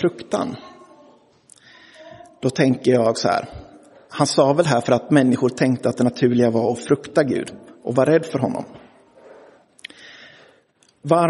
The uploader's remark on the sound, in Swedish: Inspelad i Roseniuskyrkan den 25 juni 2023.